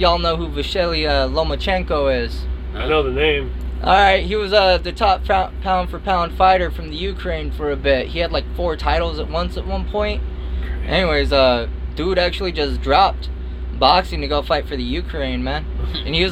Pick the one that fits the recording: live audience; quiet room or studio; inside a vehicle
inside a vehicle